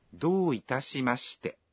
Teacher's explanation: Khi phát âm, các bạn kéo dài nguyên âm o trong do thêm một nhịp